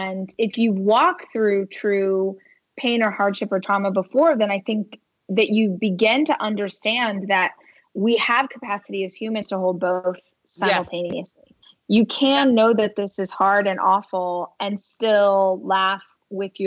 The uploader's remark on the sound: connected over Skype